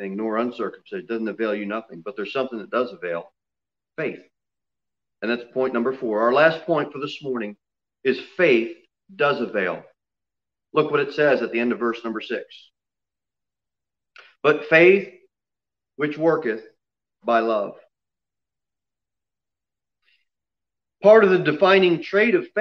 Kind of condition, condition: setting, large echoing room